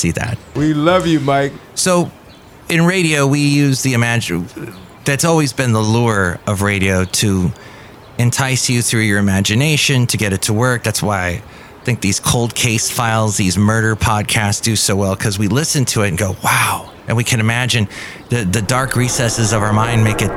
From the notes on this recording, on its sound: podcasts live from Café Anyway